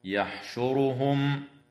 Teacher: تفخم الراء وصلا ووقفا في كلمة يحشرهم لأنها مضمومة